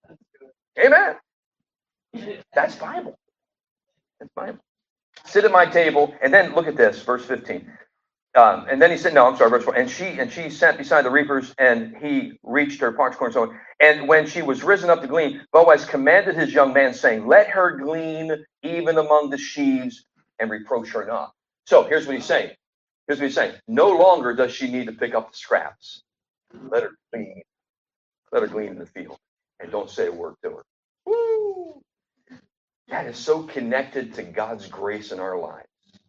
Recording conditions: poor sound quality